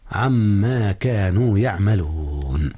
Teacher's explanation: هنا إدغام يا أستاذنا. إدغام نون عن في ما، وقد أدغم إدغام غنة. عما كانوا يعملون.